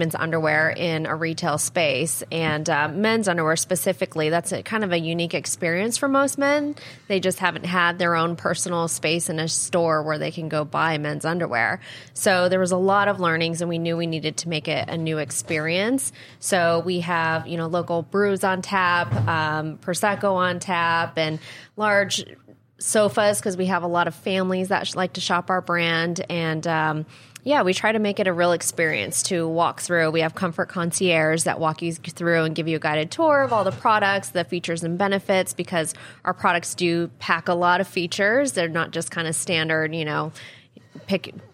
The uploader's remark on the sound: Recorded on Tuesday, August 8th from the eTail East tradeshow in Boston. From the eTail East tradeshow in Boston .